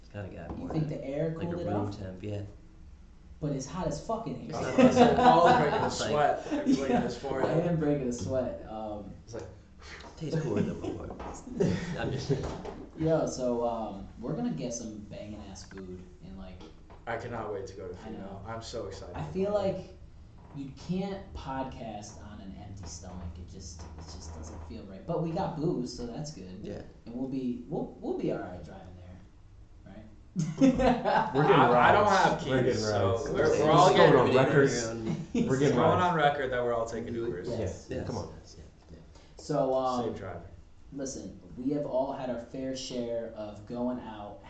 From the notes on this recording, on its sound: Burps & Technical Difficulties. Sorry for the unfortunate sound quality in this episode. I am working tirelessly on resolving this sound issue.